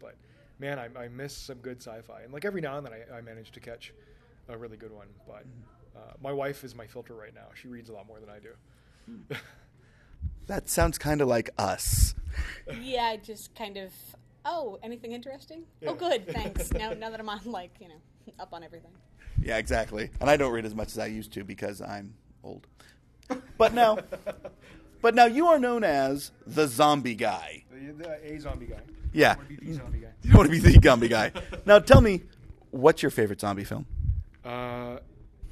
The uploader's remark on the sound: Record4ed in 2014 at Westercon, where I happened to be Fan Guest of Honor.